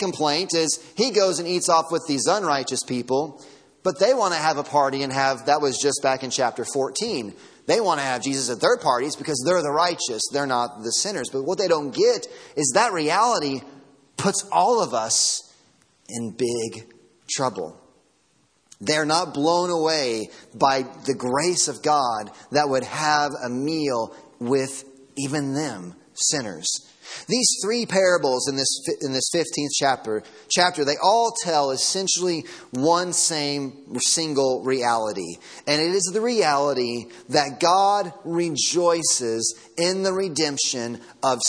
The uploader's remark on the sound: Sermon audio from Sunday morning.